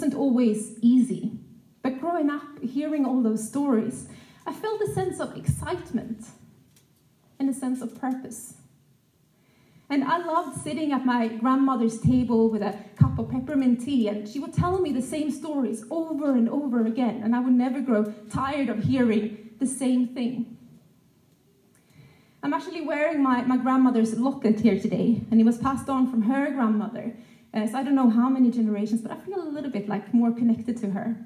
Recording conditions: live audience